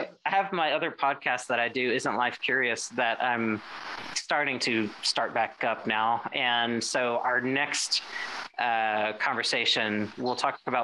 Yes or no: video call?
yes